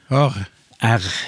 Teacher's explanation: Du løfter baktunga opp imot den bløte ganen eller drøvelen, og så får du jo en R. · Term: skarringa